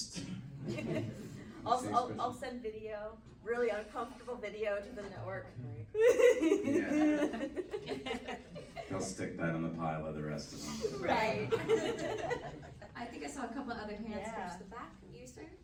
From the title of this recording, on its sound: panel at Days of the Dead Chicago on November 19, 2021